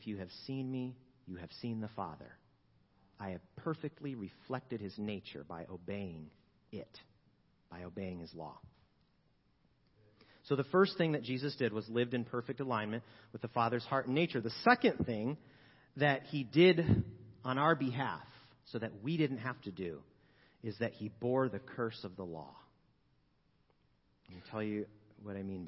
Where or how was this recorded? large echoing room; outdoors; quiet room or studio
large echoing room